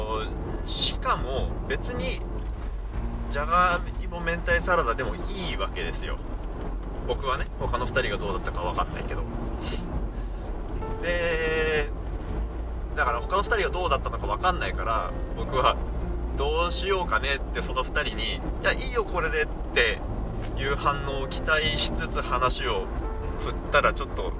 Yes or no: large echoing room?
no